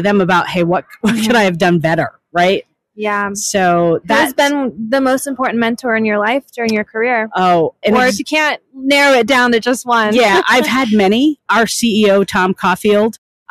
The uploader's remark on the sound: This special episode was recorded live at the WE22 career fair floor in the Diverse Podcast Booth powered by Cummins.